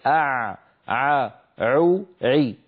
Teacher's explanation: العين الفصيحة أعمق من العين التي تعودنا في عامياتنا المعاصرة أن نلفظها · Term: حرف العين الفصيح